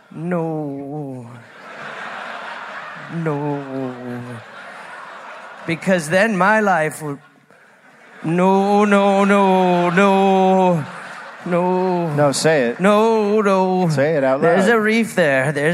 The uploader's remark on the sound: Live in Perth